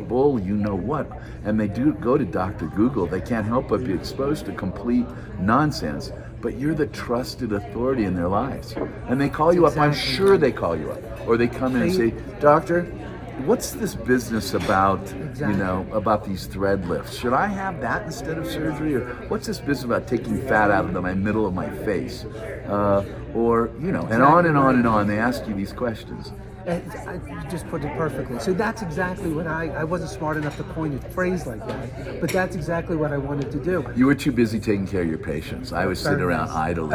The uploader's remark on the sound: Coming to you live from The American Brazilian Plastic Surgery Aesthetics Meetings in Park City, UT